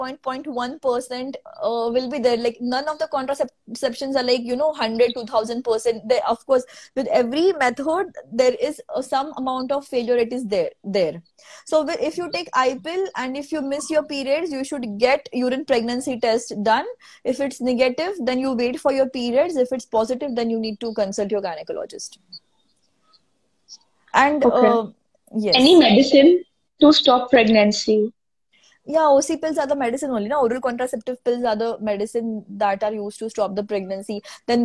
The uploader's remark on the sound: an audio version of our Instagram live session